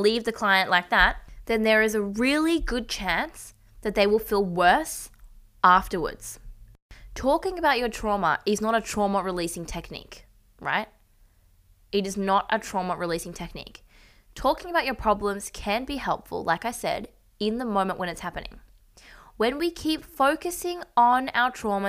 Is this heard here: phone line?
no